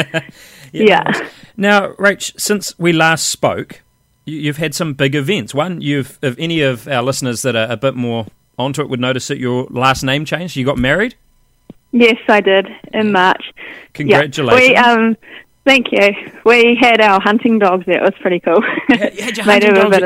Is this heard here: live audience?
no